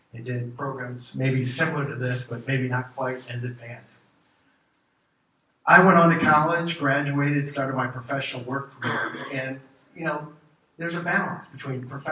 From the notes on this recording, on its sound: Gives the keynote talk at the January State of the CAT meeting.